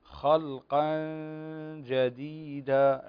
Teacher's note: التنوين بعده حرف الجيم، والجيم من حروف الإخفاء الحقيقي، فتخفي هنا النون الساكنة عند الجيم